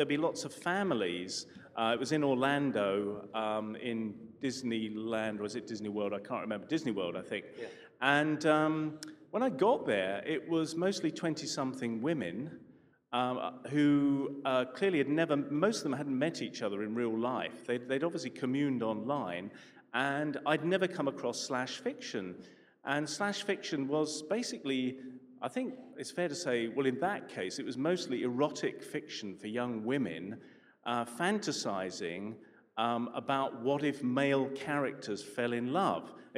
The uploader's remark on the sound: A live session from #JaipurLitFest2020.